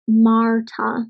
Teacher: So I know that being from Scotland, although I have an extremely light Scottish accent, I maybe pronounce the R in a more like R-ish way, a bit of a curled way. I pronounce the R in a much more recognisable way than maybe someone from Oxford in England who possibly wouldn't pronounce it at all.